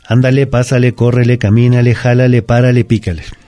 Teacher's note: jálale en la primera A y pícale en la I. O sea, la primera tiene que sonar recio. Todas son palabras esdrújulas. Ajá. Y las palabras esdrújulas siempre ajá, se acentúan.